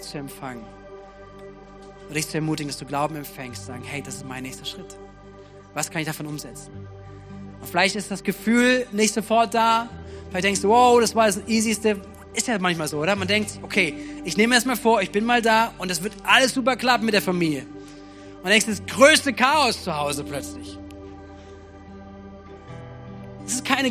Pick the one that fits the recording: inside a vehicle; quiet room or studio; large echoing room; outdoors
large echoing room